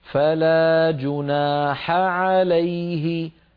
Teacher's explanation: الحاء وهي من وسط الحلق مع العين وهي من وسط الحلق أيضا، فباعتبار أن الحاء والعين من المخرج نفسه علينا أن نبين